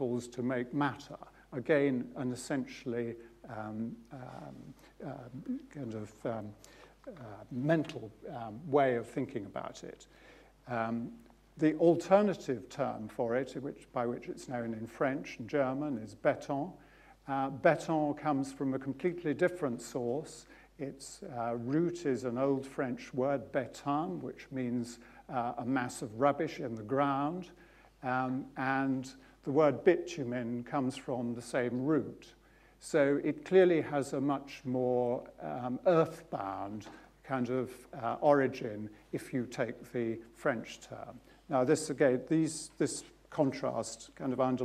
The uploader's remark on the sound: UCL Lunch Hour Lecture